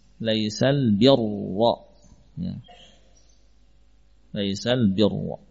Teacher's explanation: Dengan huruf ra sukun sebelumnya kasrah tapi bersambung lagi dengan huruf yang tebal. Maka hukumnya langsung tebal.